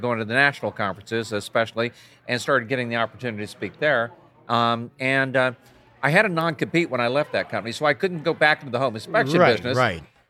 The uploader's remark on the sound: recorded with them during the inspection fuel conference last October